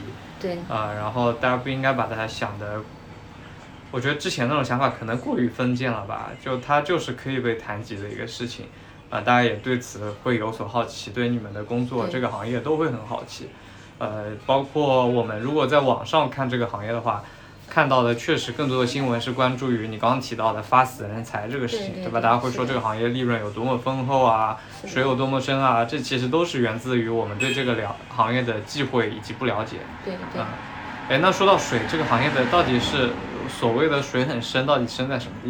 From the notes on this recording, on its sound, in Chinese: 把朋友约到咖啡馆来录制播客。在「土狗咖啡花鸟市场店」录制。